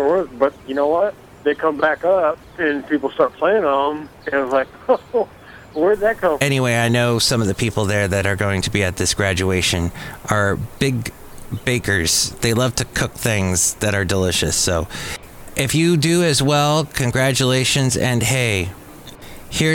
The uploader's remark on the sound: podcasts live from Café Anyway